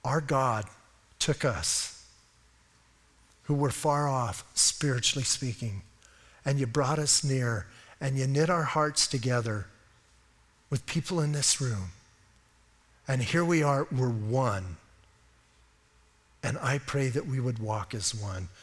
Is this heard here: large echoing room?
yes